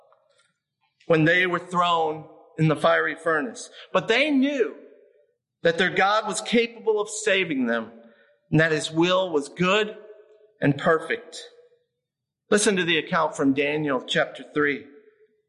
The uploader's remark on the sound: Midland Evangelical Free Church Sermon Audio. Midland, MI.